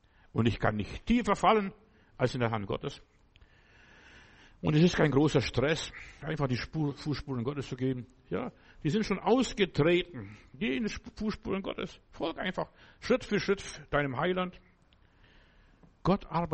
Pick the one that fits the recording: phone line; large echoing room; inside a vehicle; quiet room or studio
large echoing room